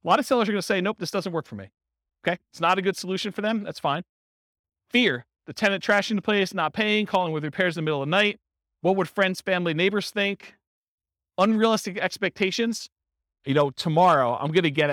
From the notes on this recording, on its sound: This was a live class recorded